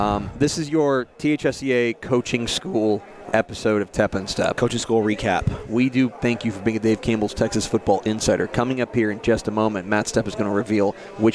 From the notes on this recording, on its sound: Recorded at the 2022 THSCA Coaching School and Convention in San Antonio.